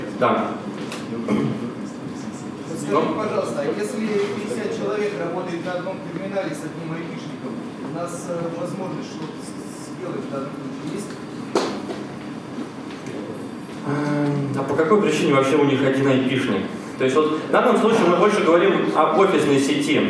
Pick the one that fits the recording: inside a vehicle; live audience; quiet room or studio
live audience